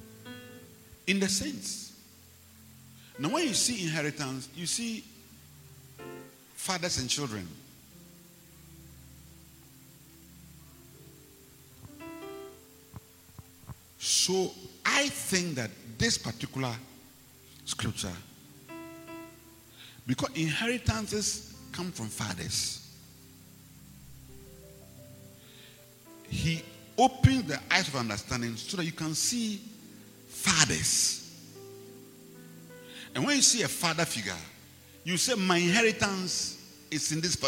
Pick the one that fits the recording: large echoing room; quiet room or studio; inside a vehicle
large echoing room